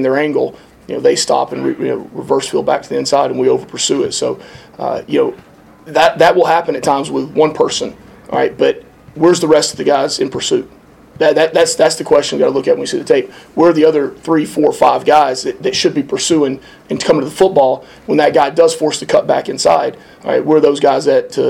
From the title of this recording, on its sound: postgame press conference